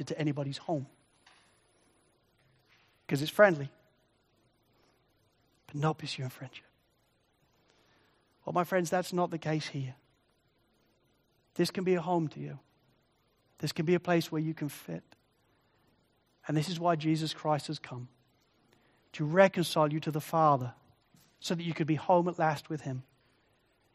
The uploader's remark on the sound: Sermon recording from Sunday 4 Jun 2023